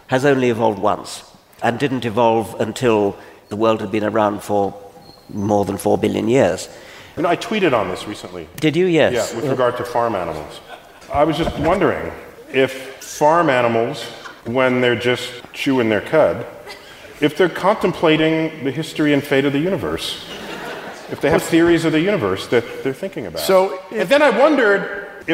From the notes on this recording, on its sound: Recorded live at the Beacon Theatre in NYC.